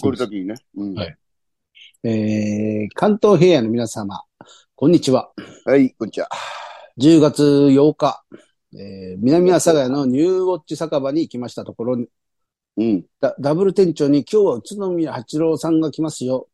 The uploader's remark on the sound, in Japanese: ZOOMで収録